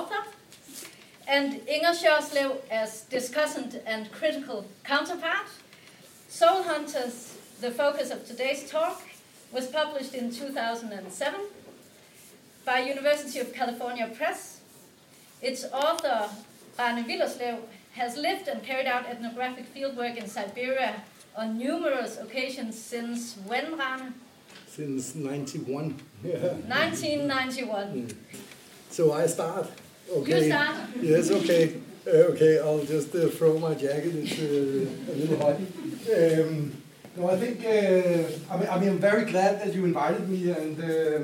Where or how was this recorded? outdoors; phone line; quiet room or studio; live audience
live audience